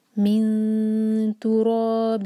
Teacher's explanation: نون کی آواز کو ایسے چھپائیں گے کہ ہماری زبان تا کے لیے تیار ہو · Term: اخفاء